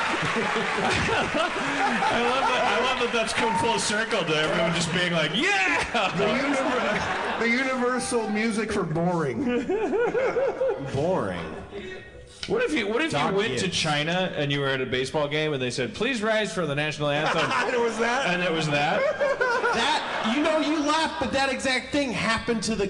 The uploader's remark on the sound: Harmontown is live from Chicago. A live organist.